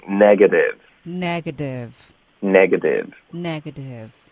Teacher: negative 那个 t 已经变成了的。对，negative，用一个弹舌音